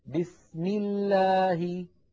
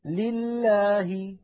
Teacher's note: أما إذا سبقت بكسرة فإن لفظ الجلالة ترقق لامه نحو بسم الله، هنا لفظ الجلالة سبق بكسرة الميم، لله، هنا